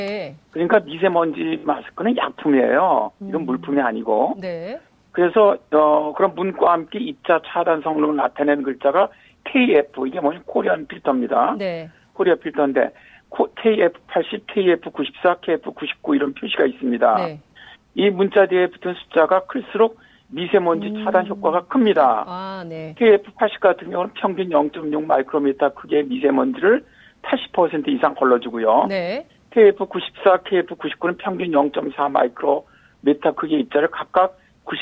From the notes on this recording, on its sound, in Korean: 전화연결]